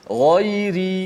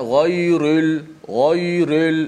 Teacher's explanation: ri tu nipis bukan ghairul ghairul itu tebal